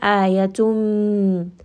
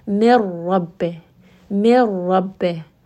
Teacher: Instead, you are going to drop that nun completely and just move straight to the ra. So the first is going to be with ghunna, ayatum. Now you can hear that going up into the nose. And the second one is without ghunna, meaning that you will not pronounce this nun sound at all.